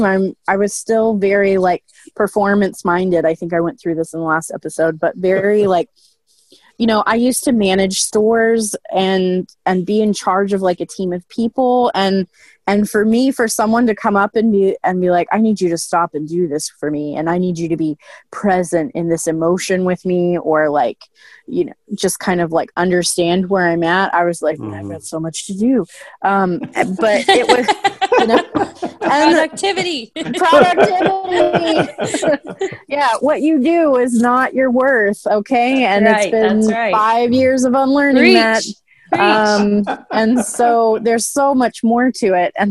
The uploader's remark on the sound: Due to the Covid 19 pandemic, this episode was recorded over Zoom.